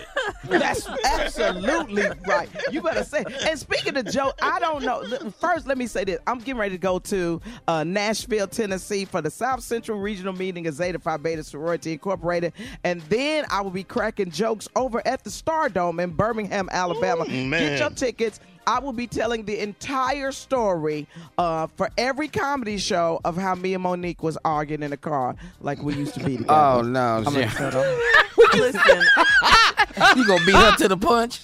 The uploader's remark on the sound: LIVE from Mentoring Camp Day 2